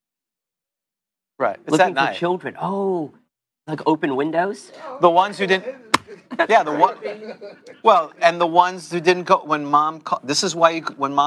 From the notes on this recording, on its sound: Live at Grogcon 23. Stream live for the last time while at Grogcon 23. The audio quality is as good as it can live in a big room.